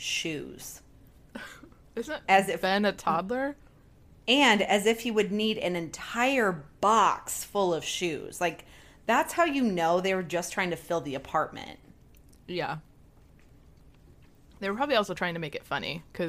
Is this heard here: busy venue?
no